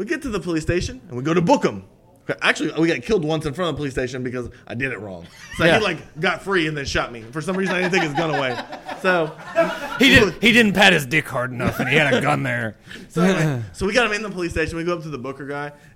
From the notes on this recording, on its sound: GeekFest 2017 LIVE! Bring the NerdLife brand of idiocy to the stage at GeekFest 2017 for their first ever live show! Our live audience.